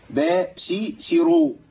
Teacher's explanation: الراء مفخمة والشين مرققة